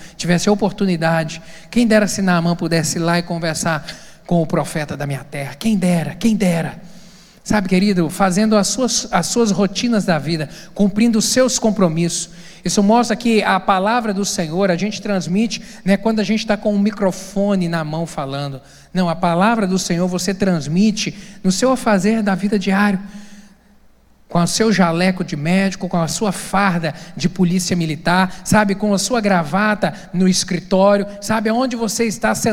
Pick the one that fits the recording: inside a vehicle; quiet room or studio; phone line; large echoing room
large echoing room